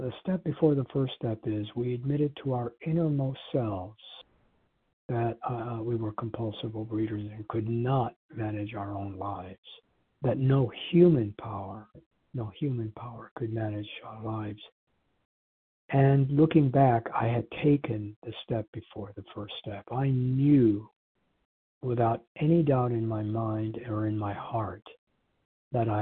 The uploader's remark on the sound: from the 100 Pounders Phone Meeting, 4/24/23